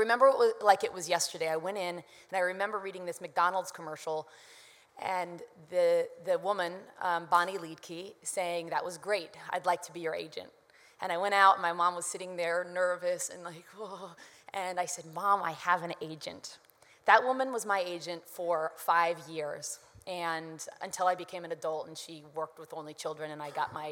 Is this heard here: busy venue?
yes